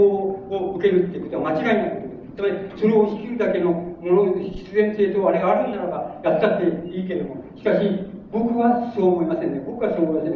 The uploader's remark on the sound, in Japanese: 場所：長岡市北越銀行ホール。音源は主催者提供だが、 客席から録音されたもの。